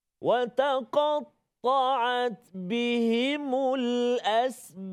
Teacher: lantunan yang kuat apabila memberhentikan bacaan pada huruf qalqalah yang berada di hujung kalimah · Term: qalqalah uh, wusta